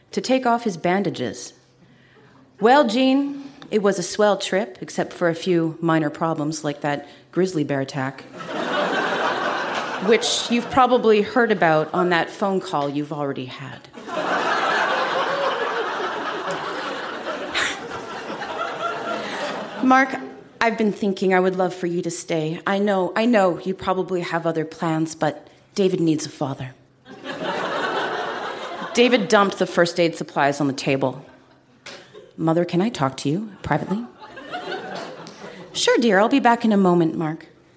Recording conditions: live audience